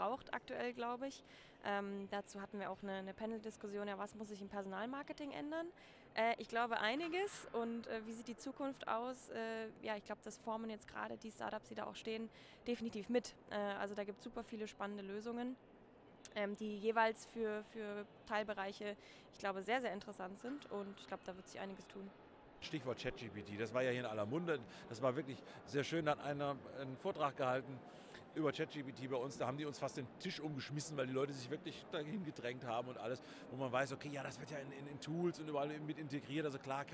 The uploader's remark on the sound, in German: Live von der ZP Nord 2023